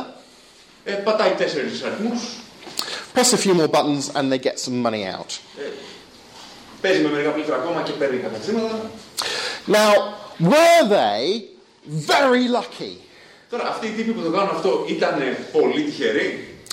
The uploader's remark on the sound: Lecture delivered with Greek translation in Athens' anarchist quarter.